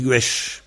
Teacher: Le Z ou le S, en final, les gens du KLT le prononcent CHE. Alors donc, gwes se prononce gwesh.